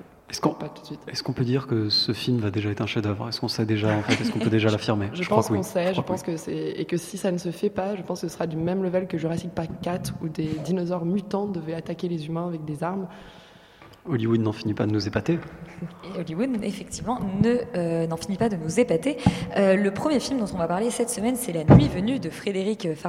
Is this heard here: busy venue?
yes